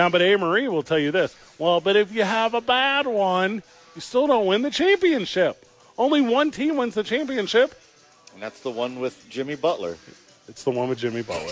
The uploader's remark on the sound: live from Hollow Spirits